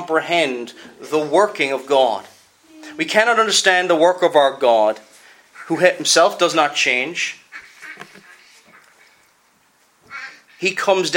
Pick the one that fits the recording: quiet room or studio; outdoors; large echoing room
large echoing room